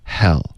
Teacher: Hell 的这个 H 的音不要用中式的 H 的这个音，OK，的这个音就太重了。英文的 H 只是一个叹气的声音，Hell 轻轻的，对、啊，不震动声带的，没有摩擦音